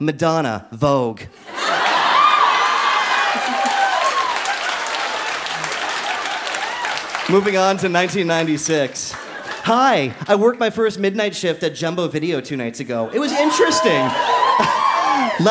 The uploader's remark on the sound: Recorded live at The Rondo in Windsor, ON.